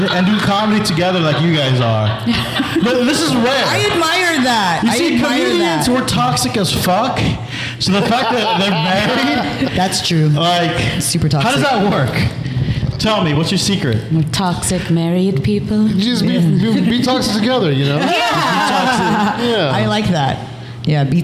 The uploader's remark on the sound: Live From Groundstack Coffee